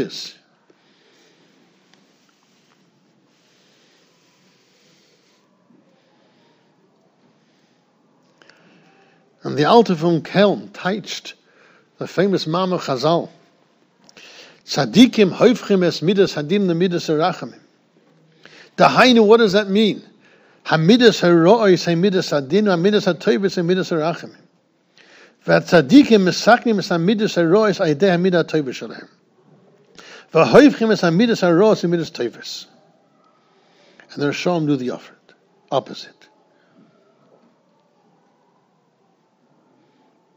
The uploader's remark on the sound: Shiur recorded in Yeshivas Ohr Reuven, Monsey, NY